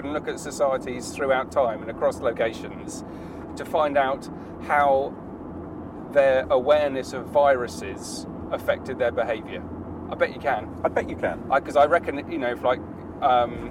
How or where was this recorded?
inside a vehicle